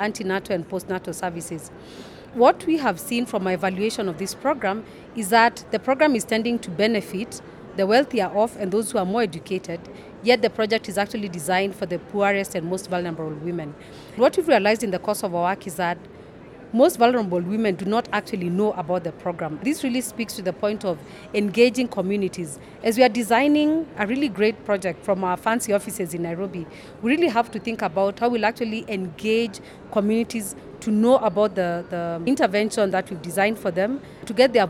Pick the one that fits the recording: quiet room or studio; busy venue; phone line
busy venue